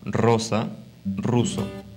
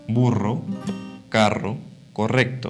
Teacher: Es fuerte y vibrante